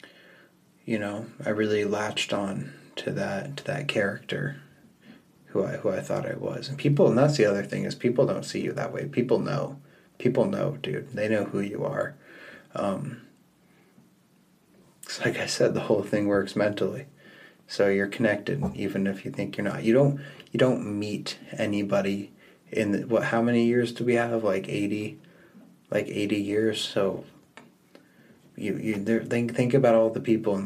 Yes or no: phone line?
no